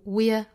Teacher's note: The 然后后面 we 和 are 连读 we're are 弱读啊，虚词弱读成 we're 有一个小小的 ye 的发音